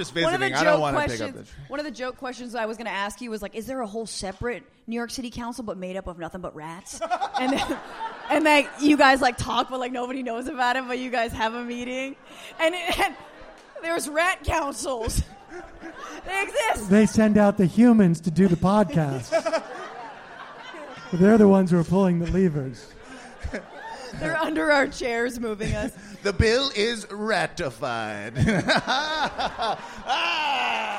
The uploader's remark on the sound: LIVE From Brooklyn. A special LIVE episode from the Bell House. We get into it all in front of a tremendously warm Brooklyn audience.